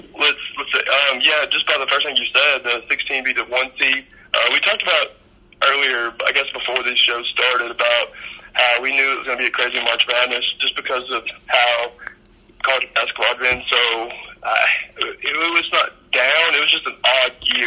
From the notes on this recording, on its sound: They also take phone calls